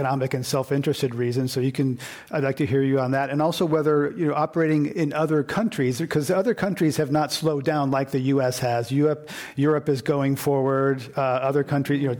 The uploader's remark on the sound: This program was recorded in front of a live audience at The Commonwealth Club of California in San Francisco on July 11, 2019.